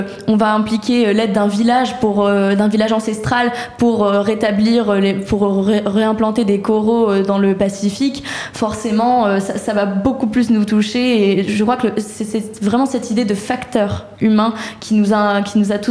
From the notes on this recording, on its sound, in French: La Méridienne en direct du Prix Liberté.